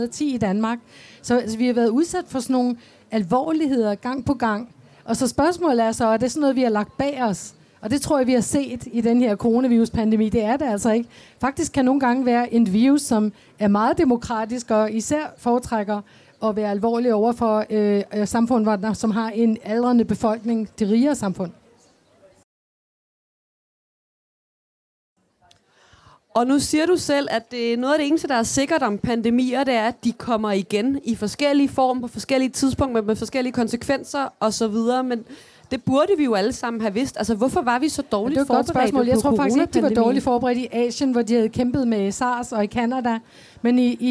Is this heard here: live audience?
yes